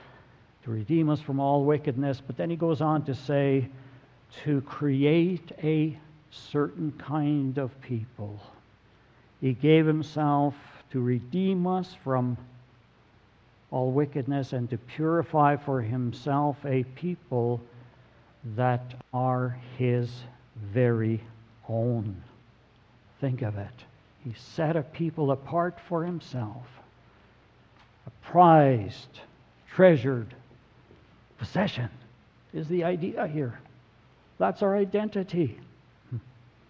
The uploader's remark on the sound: Sermon audio from November 26, 2017.